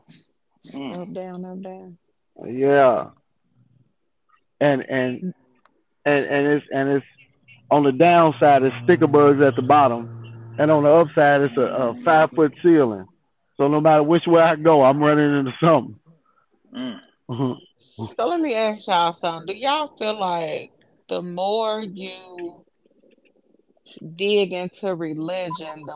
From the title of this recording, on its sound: Phone Convo